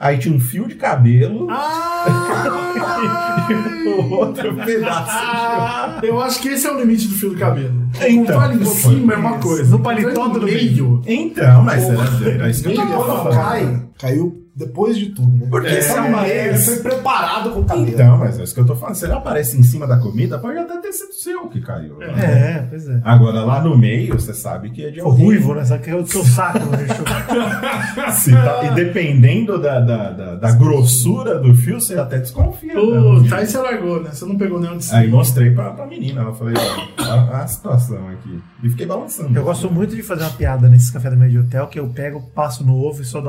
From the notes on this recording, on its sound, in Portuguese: GRAVAMOS COISAS MUITO BOAS DE UMA FORMA MUITO RUIM.